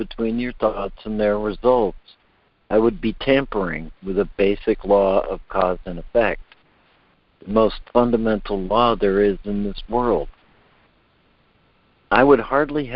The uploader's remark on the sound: ACIM Daily Conference Call.